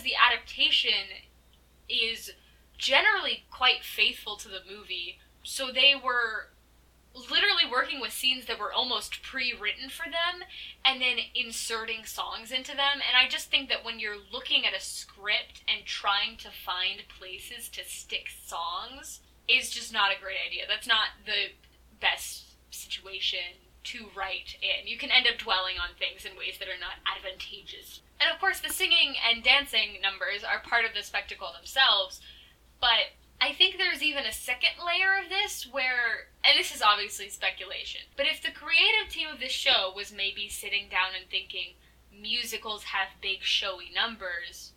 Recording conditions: poor microphone